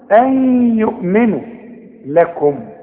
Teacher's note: إدغام، إدغام بغنة، نون بعدها ياء، أغن، أوعى تنسى الغنة